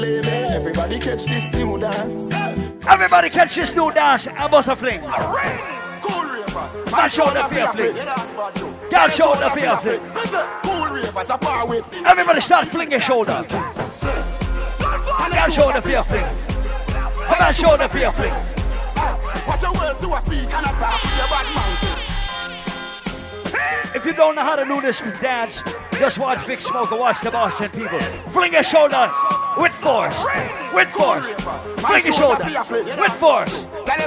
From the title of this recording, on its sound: LIVE AT ISLAND SATURDAYS ON 1-6-18